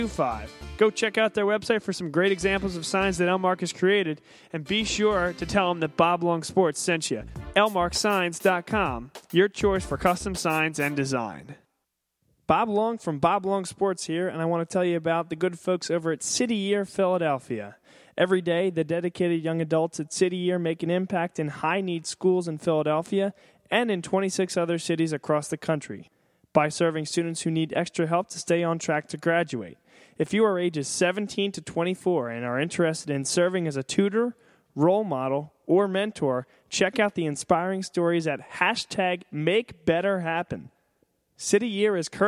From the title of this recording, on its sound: Vuvu Soccer Show Live From Villa Capri